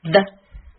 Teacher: there, how was your practice?刚才我们学的这句话是 The fat cat ran after therat。里面有一二三四五五个梅花音啊！这句话总共有7个单词，那么就有5个是有梅花音的，挺疯狂的。好的，我们来看一下发音部分吧。The 发音的时候，把舌尖放在上下齿之间，舌尖轻触上齿。舌头微微露出齿外，气流由舌齿间泄出，摩擦成音。它也是个浊辅音，发音的时候声带要振动，发出声来，但不要送气。 · Term: th 的发音